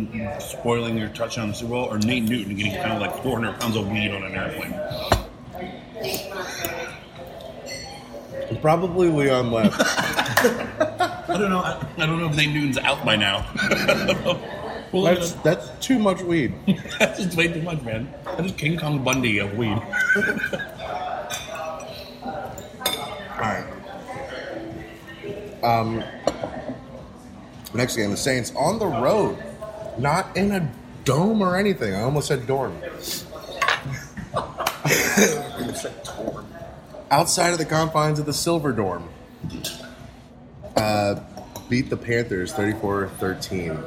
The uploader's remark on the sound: LIVE from Brunch!